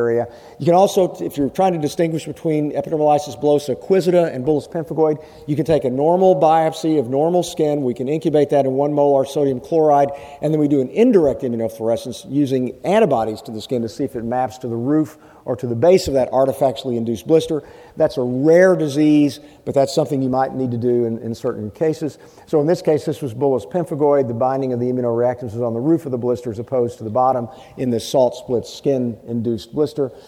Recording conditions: busy venue